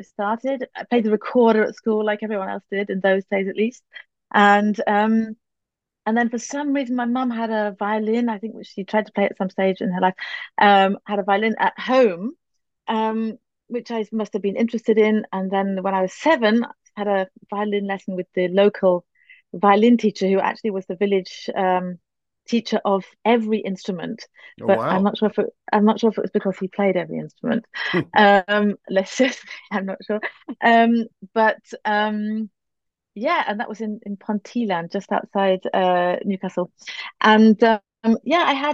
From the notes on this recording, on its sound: This interview was recorded. Via Zoom.